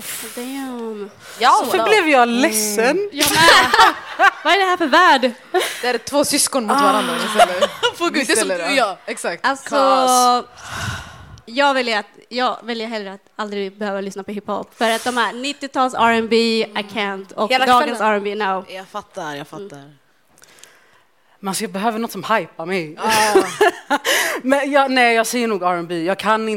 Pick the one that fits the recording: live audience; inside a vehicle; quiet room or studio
live audience